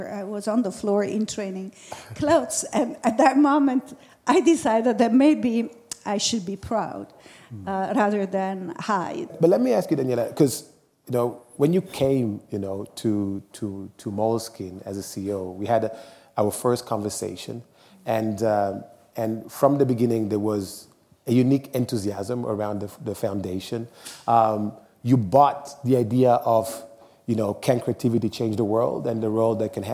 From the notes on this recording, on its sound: Today's episode was recorded during the last Milano Design Week in a panel discussion in partnership with Highsnobiety and Moleskine